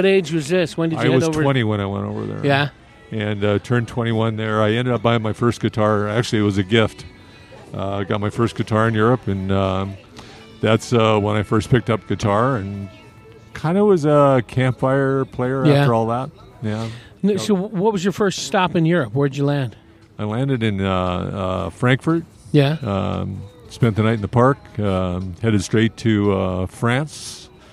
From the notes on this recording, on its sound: Recorded on the patio at Big Daddy E’s BBQ. This episode was recorded at Big Daddy E’s BBQ & Catering.